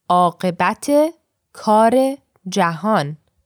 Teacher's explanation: we have the e sound, the izafe, linking these words together